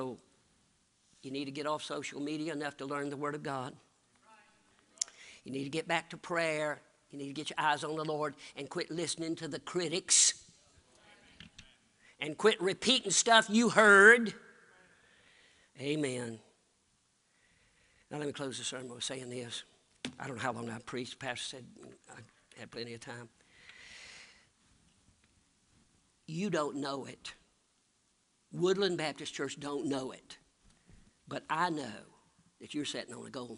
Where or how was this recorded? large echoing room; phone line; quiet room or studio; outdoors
large echoing room